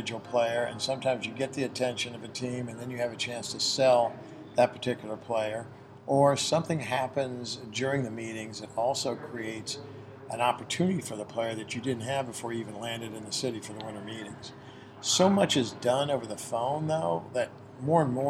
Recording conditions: busy venue